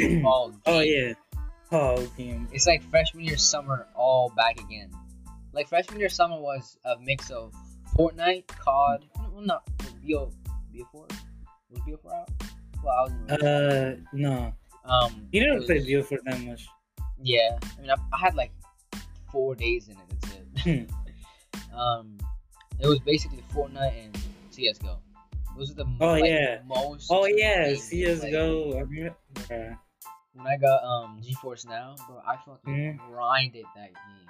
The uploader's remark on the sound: Sorry for the technical difficulties and sound quality in this episode.